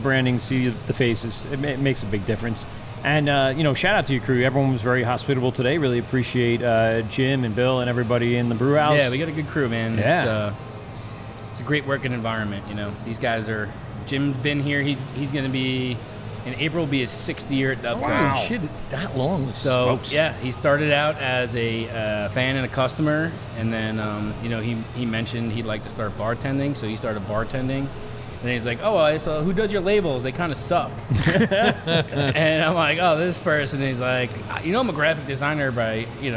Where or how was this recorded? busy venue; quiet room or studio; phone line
busy venue